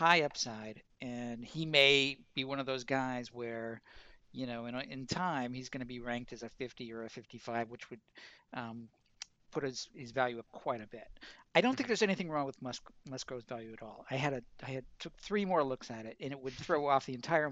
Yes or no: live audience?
no